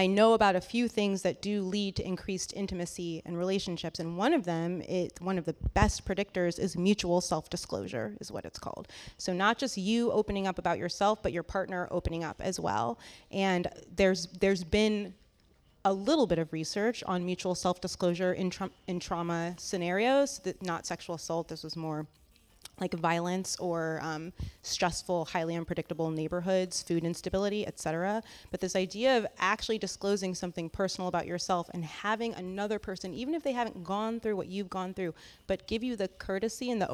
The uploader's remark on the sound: Recorded February 12, 2017 at the CLARA auditorium in Midtown Sacramento. Post-Sunday brunch discussion.